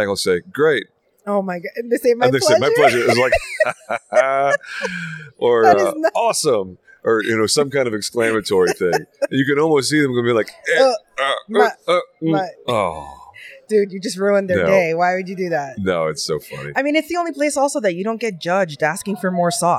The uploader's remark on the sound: Live from the Better Conference